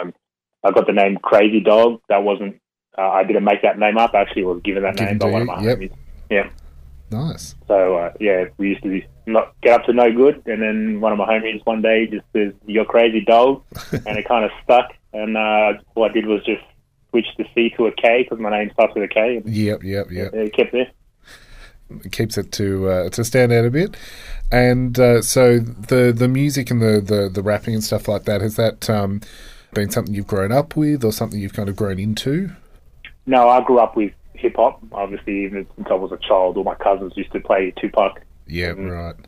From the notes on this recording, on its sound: phones in to chat